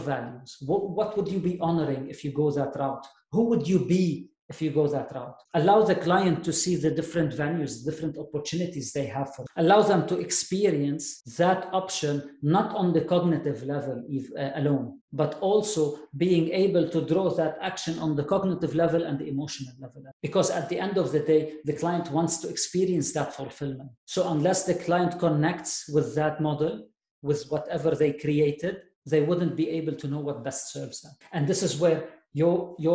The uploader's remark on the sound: This episode covers the second part of the pre-recorded webinar.